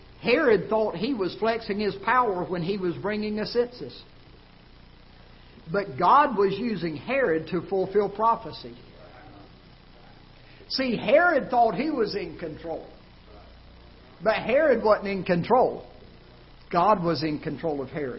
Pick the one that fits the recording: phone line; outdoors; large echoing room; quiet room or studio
large echoing room